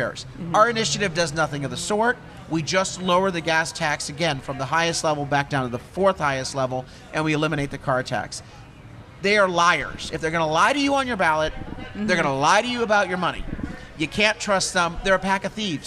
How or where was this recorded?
outdoors